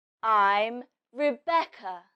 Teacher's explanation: The stress in this sentence is on your name.